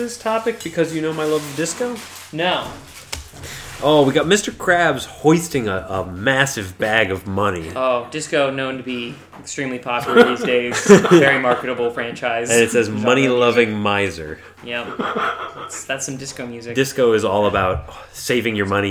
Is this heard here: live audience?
no